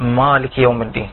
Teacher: حتى في بالنسبة للترقيق والتفخيم قراء الخليج بيفخموا الالف